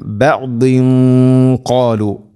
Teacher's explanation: ഖാലു അതുഹദ്ദിസൂനഹും, ഇനി ഇവിടെ ഇല ബഅദ് എന്നുള്ള അത് കൂട്ടി ഒതുകയാണെങ്കിലോ, ഇല ബഅദിൻ ഖാലു, ഇഖ്ഫാ ബിഗുന്ന, അവ്യക്തമാക്കി മണിക്കണം. തൻവീന് ശേഷം ഖാഫ്, ഖാഫ് ഹെവി ലെറ്ററാണ്, അതോടുകൂടെ അതിൻ്റെ കൂടെ വരുന്ന ഗുന്നയും ഹെവി ആയിരിക്കണം. ബഅദിൻ ഖാലു ഇങ്ങനെയാവണം.